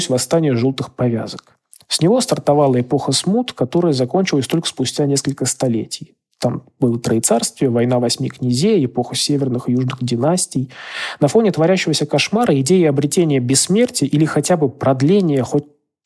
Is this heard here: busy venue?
no